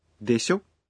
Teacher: short and with a rising intonation